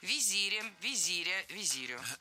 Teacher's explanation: Правильно – визирь. Ударение ставим на второй слог и сохраняем его при склонении.